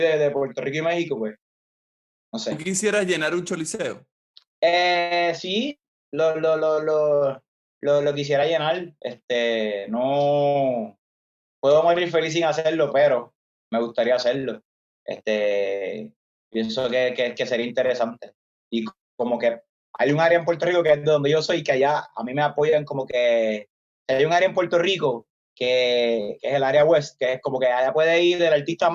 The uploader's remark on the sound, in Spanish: nos conectamos vía Zoom